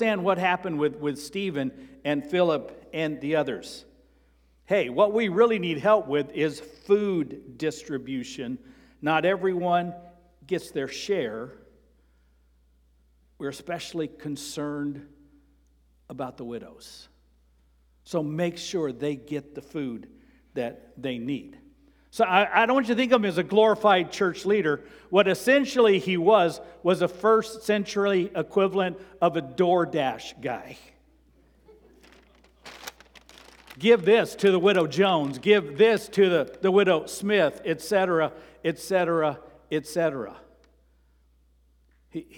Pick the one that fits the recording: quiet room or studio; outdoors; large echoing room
large echoing room